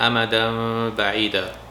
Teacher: এখানে দুই জবরের পরে যদি বা থাকে তাহলে এটাকে একলাব বলে এই আমাদান যেটা নুন দিয়ে শেষ হয় আমাদান এটার নুনের বদলে মিম করব আমাদাম